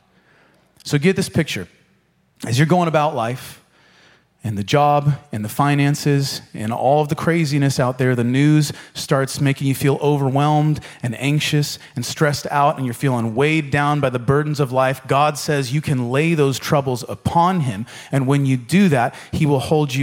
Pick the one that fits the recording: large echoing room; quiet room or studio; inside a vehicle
large echoing room